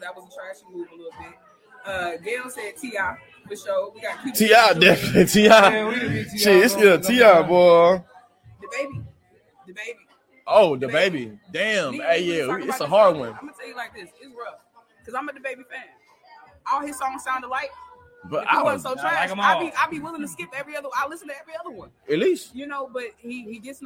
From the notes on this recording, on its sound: Recorded on location at the 53rd Annual NAACP Image Awards LIVE! This was our FIRST live show in front of an audience so the audio is low in places.